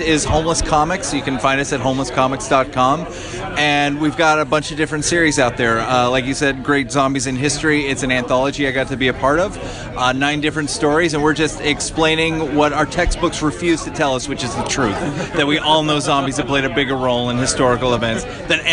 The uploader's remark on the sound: Live at MICE. Head to the Massachusetts Independent Comics Expo (MICE) in Cambridge, Mass.